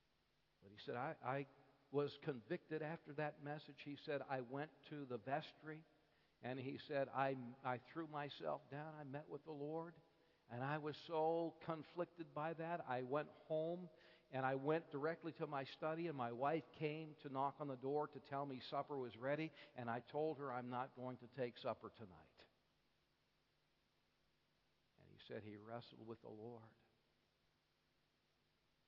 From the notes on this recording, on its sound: Bible Conference Evening Service